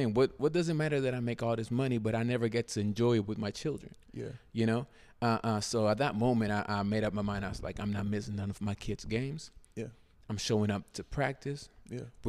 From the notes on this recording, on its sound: Recorded at Tulsa's very own Black Label Men's Grooming